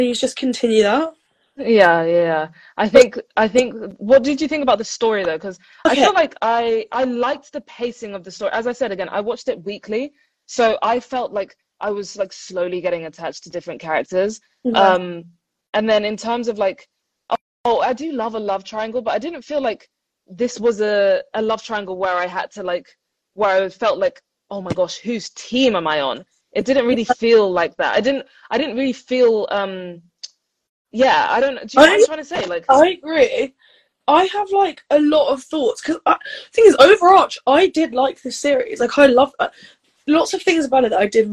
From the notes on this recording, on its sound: BONUS EPISODE from IG Live.